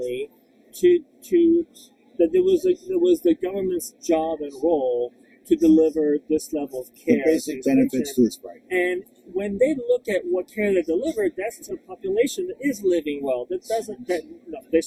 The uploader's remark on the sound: live from HLTH 2023